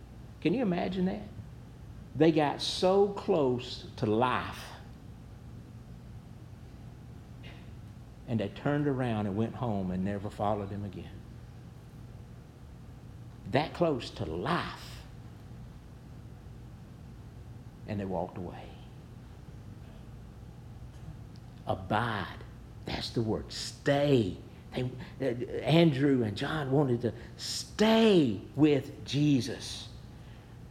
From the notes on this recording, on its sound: Preached at New Hope Baptist Church